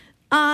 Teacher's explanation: あーって言ったときに、はい、喉開放してる、どこにも要は舌が触れるとか喉が狭まるとかなく